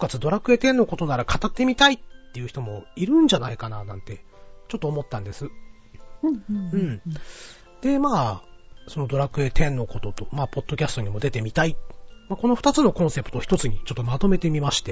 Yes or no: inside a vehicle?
no